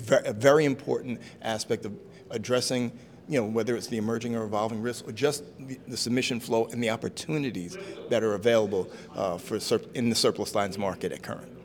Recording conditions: live audience